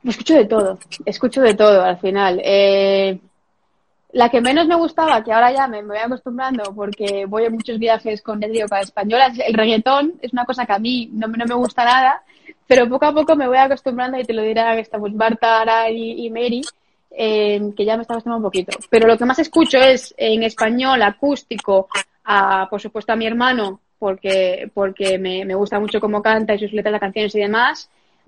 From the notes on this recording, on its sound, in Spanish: en Instagram Live el 11 de amyo de 2020